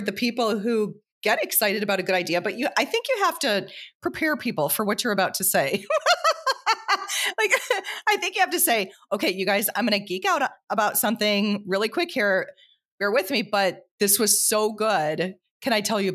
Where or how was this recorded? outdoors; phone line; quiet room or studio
quiet room or studio